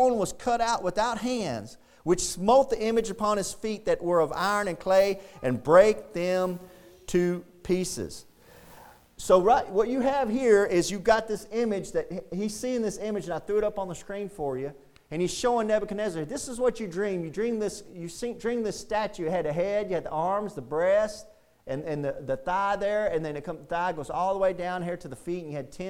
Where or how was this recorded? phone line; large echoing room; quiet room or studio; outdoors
large echoing room